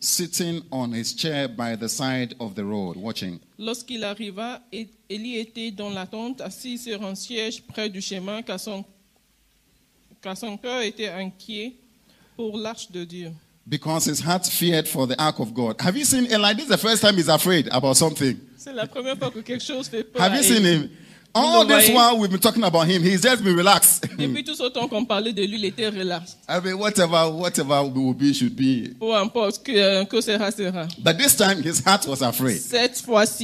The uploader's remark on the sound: Preached during Joyful Hour Service at Family of Champions International Ministries, Rabat, Morocco.